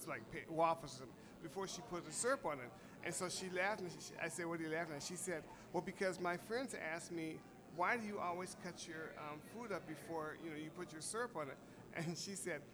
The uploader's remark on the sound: Live at Cultivate